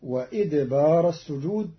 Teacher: قرأ قالون كلمة وأدبار بكسر الهمزة فتصير وإدبار السجود